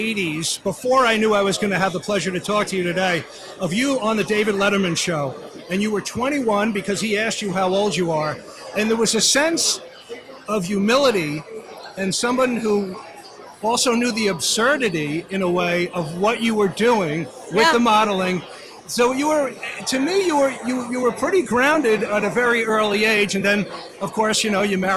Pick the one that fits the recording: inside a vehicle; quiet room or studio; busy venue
busy venue